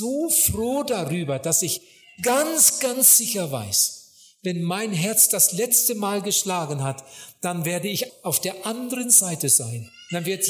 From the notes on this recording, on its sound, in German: Bei einer Evangelisation in Mexiko im Jahre 2013 gehalten.